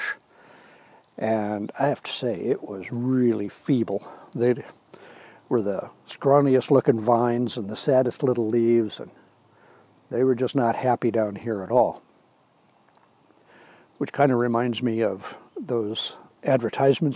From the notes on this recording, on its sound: a little morning audio tour of his New Hampshire homestead